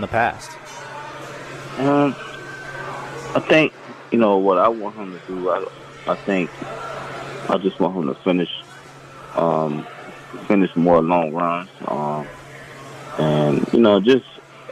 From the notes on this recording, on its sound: Live from Fuzzy's Taco Shop in Midtown a special two hour show.